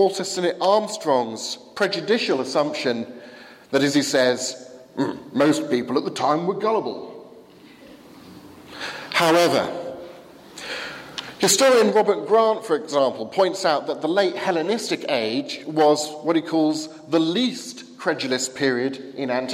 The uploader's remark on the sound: given at the 11 am service at Highfield Church, Southampton, 1st May 2016